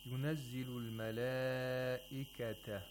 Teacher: We have matul muttasil, which should be lengthened to 4 vowel counts or 5 vowel counts.